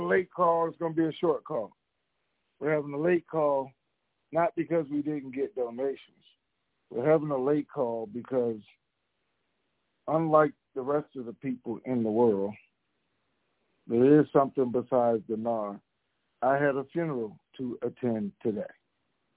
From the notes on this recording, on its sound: TNTSuperfantastic Conference Call